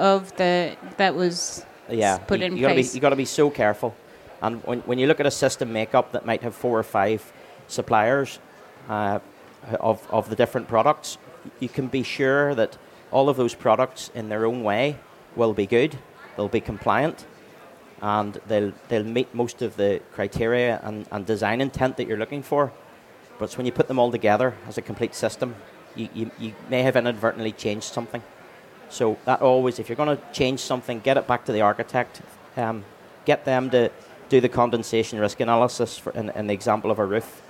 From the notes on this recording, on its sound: Recorded at Selfbuild Live Belfast in October 2023.